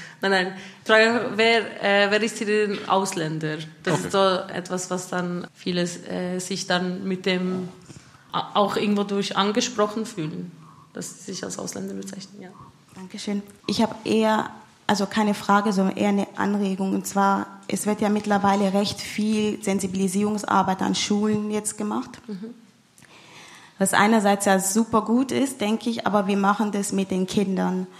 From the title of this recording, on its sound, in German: öffentlichen Podiumsdiskussion